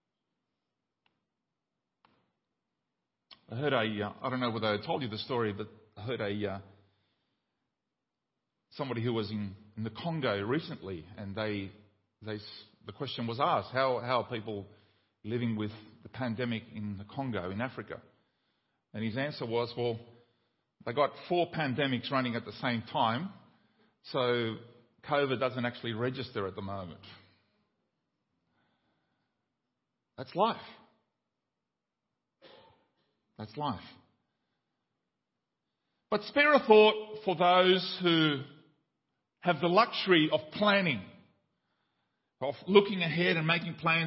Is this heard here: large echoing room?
yes